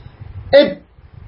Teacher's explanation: ينغلق الوتر ولا يخرج معه نفس، لا يخرج معه نفس. · Term: الشديد